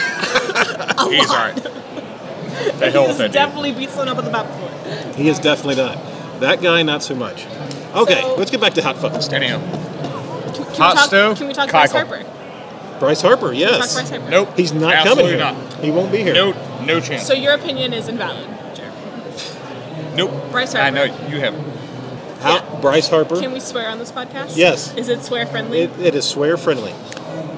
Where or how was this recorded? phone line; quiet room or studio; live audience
live audience